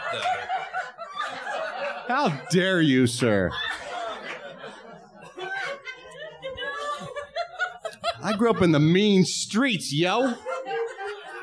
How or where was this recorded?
live audience